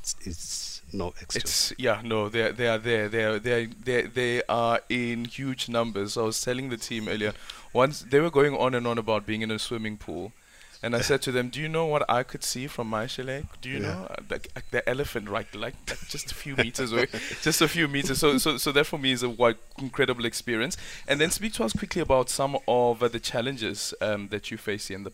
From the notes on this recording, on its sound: OB: Mapungubwe National Park. We are broadcasting to you live from the Mapungubwe National Park where the mighty Limpopo River and Shashe River meet.